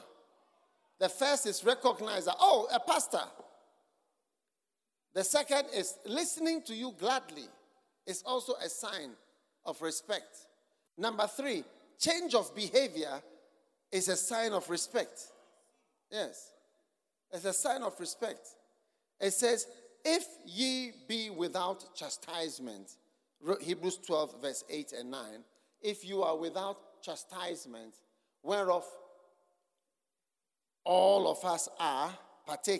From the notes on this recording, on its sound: Preached at the Mountain-Like Churches Conference for the AD-RCUD, Mampong-Ghana.